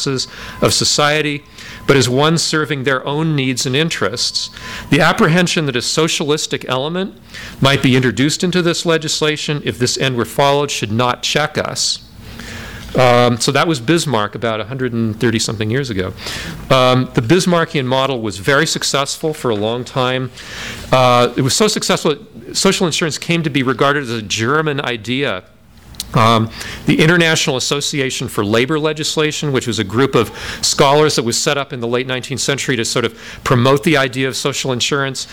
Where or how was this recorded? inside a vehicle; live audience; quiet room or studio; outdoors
live audience